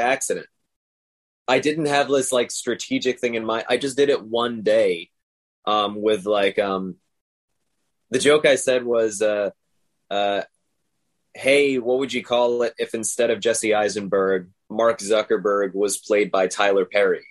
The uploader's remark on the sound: sat down with me over Zoom